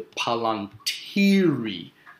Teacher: And that's why whenever you put the extra I and add another syllable at the end to make it plural, the emphasis shifts from the palantir to the palantiri, because it's got that long vowel sound.